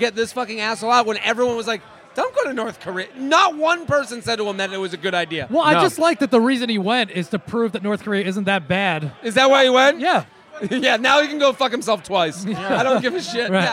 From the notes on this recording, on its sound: comes LIVE from Hair Of The Dog